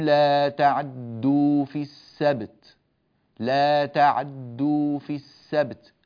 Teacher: خفض الصوت في العين فقط مع الإسراع فيه، يعني نأتي بثلثي حركة وليس بحركة كاملة · Term: الاختلاس